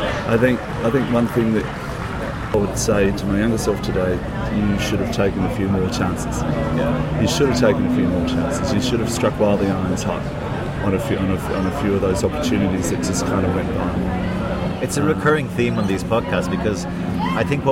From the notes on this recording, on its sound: This first outside (and rather noisy) episode. Recorded: Sydney.